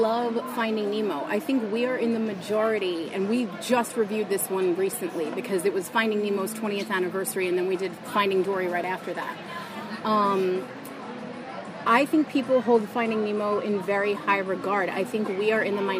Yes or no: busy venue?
yes